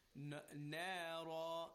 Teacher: the first med for the na is a tarqiq. You recite it with flat, but the second one, because it's the med is for ra, you recite it with tafkhim.